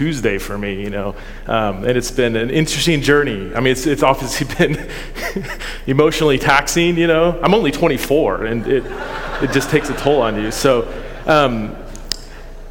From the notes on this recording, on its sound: This content is from our first City Network Conference in 2022.